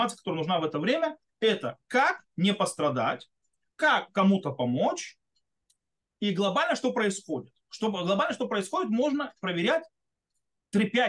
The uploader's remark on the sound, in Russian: Запись зум-встречи. Запись немного сумбурная, так как больше должны быть беседа, а не урок.